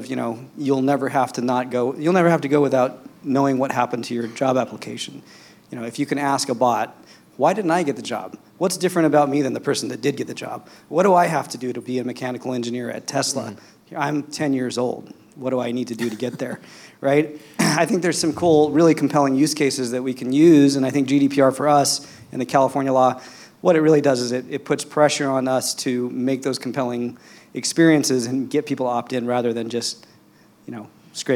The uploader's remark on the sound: Live from New York, the boys recorded the weekly show at HireConf, HiringSolved’s conference.